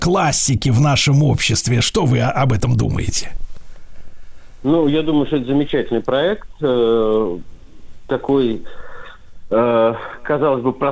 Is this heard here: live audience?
no